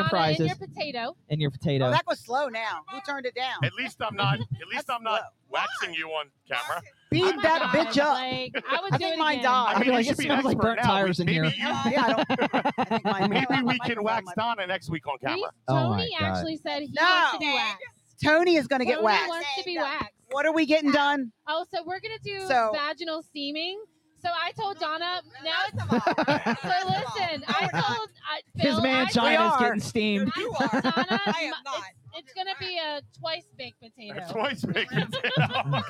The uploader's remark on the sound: LIVE from the TPA pool